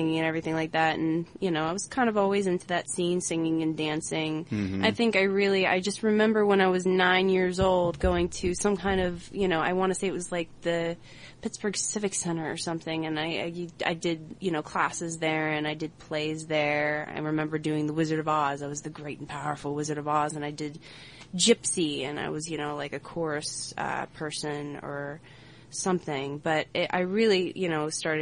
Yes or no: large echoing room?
no